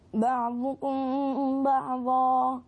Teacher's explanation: الميم مع الباء إخفاء شفوي مقدار حركتين